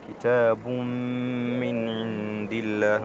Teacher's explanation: لاحونا إدغام النقص مع الغنة، والغنة هي الصوت الخارج من الخشم بمقدار حركتين